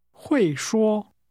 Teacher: The tone in can speak first falls, then returns to a high level.